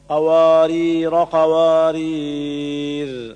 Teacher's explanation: فيوقف عليها بسكون الراء مع المد العارض، حذف حرف المد لالتقاء الساكنين.